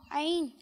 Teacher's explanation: عین حلق کے درمیان والے سے ادا ہوتا ہے